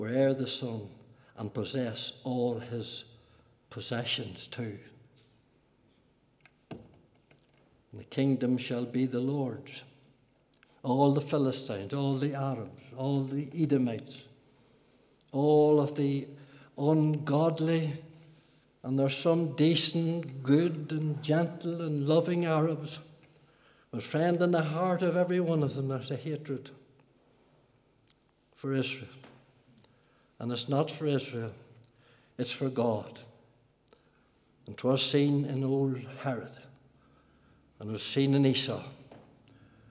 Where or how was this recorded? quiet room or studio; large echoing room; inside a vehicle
large echoing room